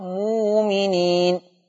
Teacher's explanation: عندنا الفاظ فيها ابدال الهمز الساكن. من هذه الالفاظ كلمه مؤمنين تبدل بواو ماديه فتقرا مؤمنين.